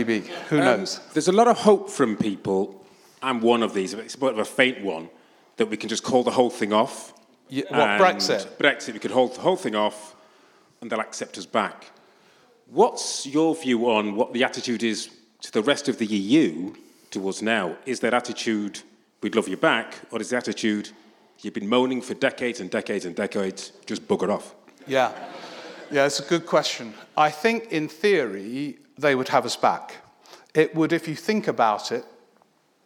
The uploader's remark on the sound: A recording of a recent one man show at Kings Place, London